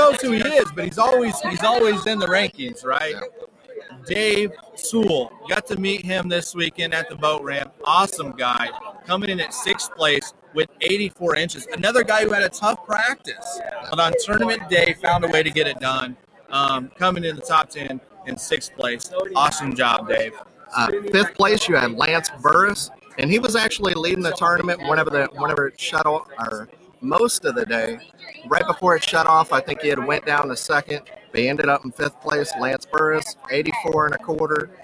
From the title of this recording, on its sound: Reel Down Live From The Bass Master Classic